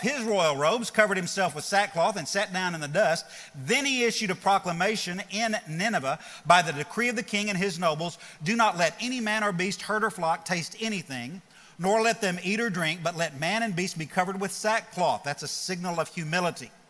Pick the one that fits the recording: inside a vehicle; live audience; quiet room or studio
live audience